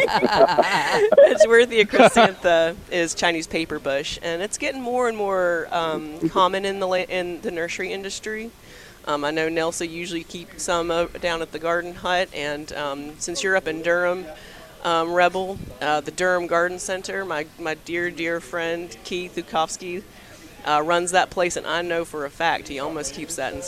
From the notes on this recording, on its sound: broadcasting live from the North Carolina State Farmers Market